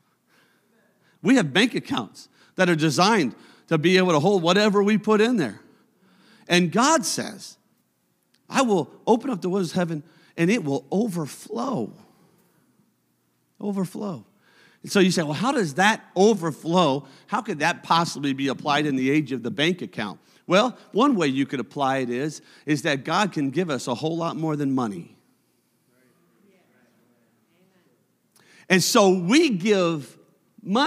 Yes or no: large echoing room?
yes